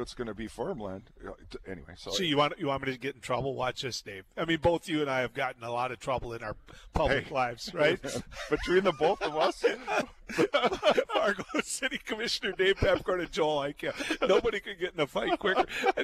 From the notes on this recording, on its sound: Is broadcasting live from the 41st Annual Red River Basin Land & Water International Summit Conference with the Red River Basin Commission.